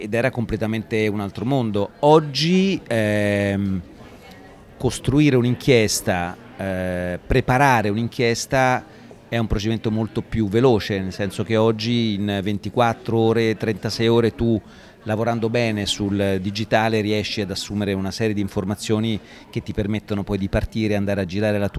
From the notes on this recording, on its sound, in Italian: in occasione del DIG Festival a Modena